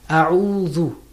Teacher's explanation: The first is hamza, or we call it alif, but actually it's hamza, and then ayn. Ayn is from the middle of the throat.